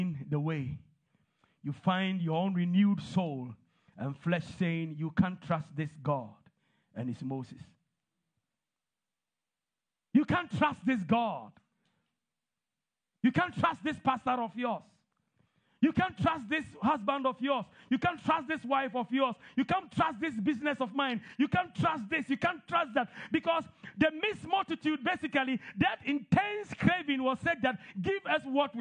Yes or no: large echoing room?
yes